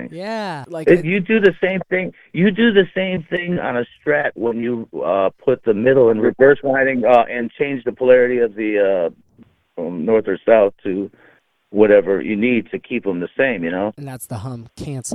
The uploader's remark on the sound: on a rare phone call with me